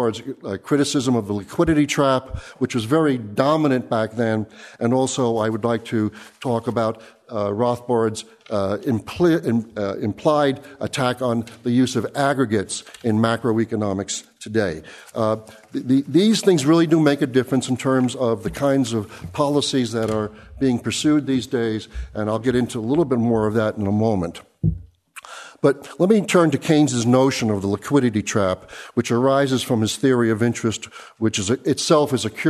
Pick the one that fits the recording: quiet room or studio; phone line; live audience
live audience